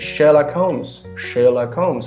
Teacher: In some parts of the United Kingdom, people don't pronounce the H · Term: the H sound disappears